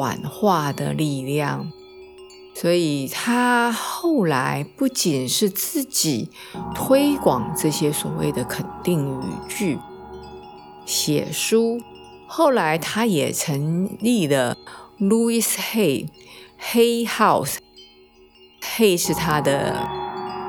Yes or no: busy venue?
no